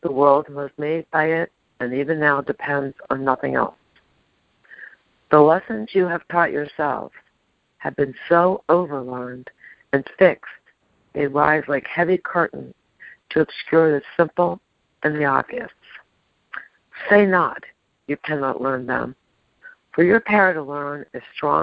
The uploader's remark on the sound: ACIM Daily TEXT Conference Call.